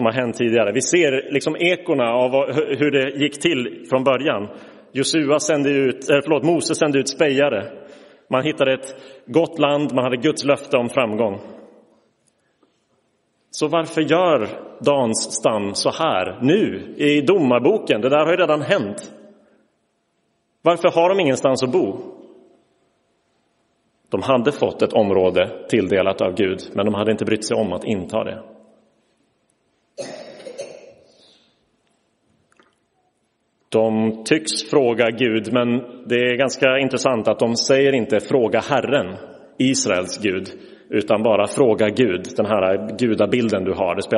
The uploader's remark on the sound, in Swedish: Inspelad i Roseniuskyrkan den 5 februari 2023